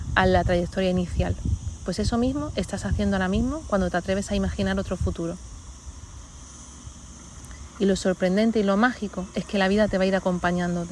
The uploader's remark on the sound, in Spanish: Está grabado en un sitio muy especial para mi, al aire libre, así que te pido de antemano disculpas por el ruido de fondo.